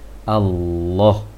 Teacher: Karena Allah itu ada kebiasaan pengucapan dari bahasa Indonesia barangkali Allah, seharusnya Allah, mengarah ke O sedikit.